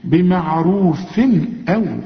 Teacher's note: فأمسكوهن بمعروف، رقق بمعروف، أدي تنوين وبعده همزة، الهمزة من حروف الإظهار، هنا ما فيش غنة